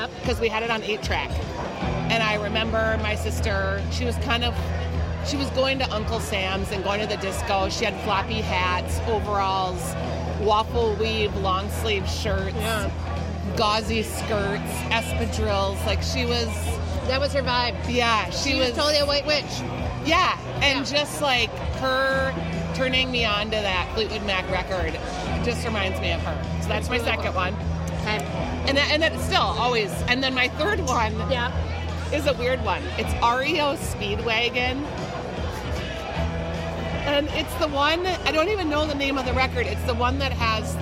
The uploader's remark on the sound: The ladies hang out at Surly Brewing